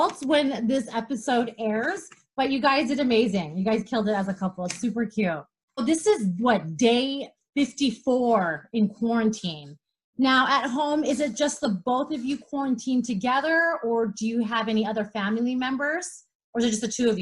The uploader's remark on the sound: Zoom chat interview